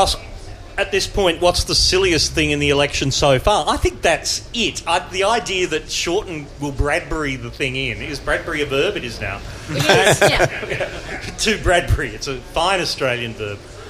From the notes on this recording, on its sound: This episode was recorded in front of a live audience at the Hurstville Ritz Hotel.